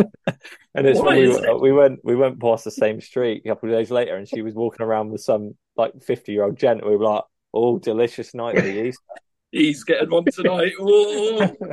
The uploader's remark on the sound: with many wifi issues